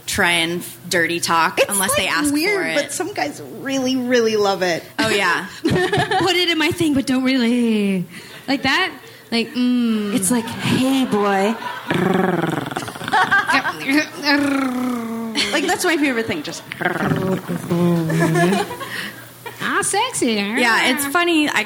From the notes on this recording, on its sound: Recorded live at Portland's Dante's, it's a packed show.